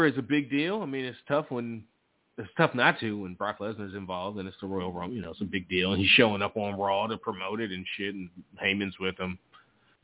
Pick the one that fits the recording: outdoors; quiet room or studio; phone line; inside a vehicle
phone line